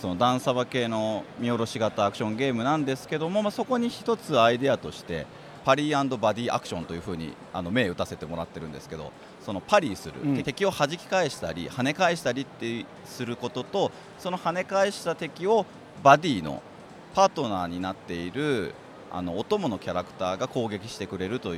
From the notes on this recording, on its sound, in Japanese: 東京ゲームショウ2023 の現場からお届けします！